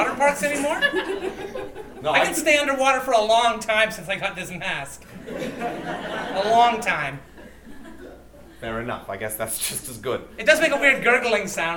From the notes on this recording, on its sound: live at the 2017 Edmonton Fringe Festival